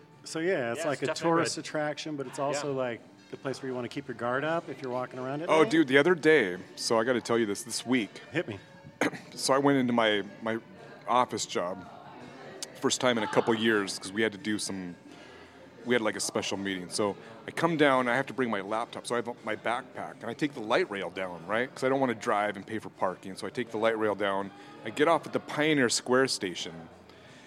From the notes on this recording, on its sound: In one of Seattle's oldest bars, the Central Saloon in historic Pioneer Square. Recorded live at the Central Saloon on 05/19/2022.